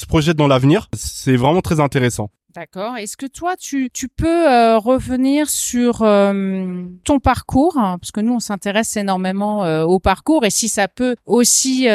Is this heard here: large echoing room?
no